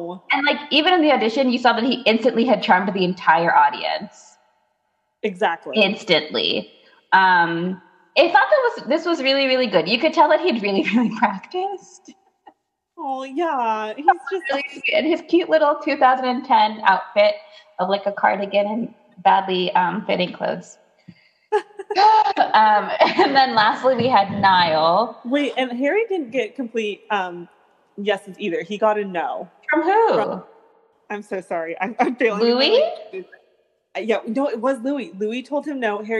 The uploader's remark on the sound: We would apologize for the technical glitches.